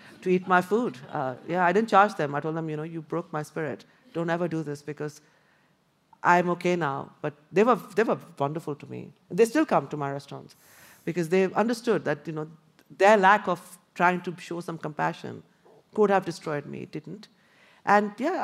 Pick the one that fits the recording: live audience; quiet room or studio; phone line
live audience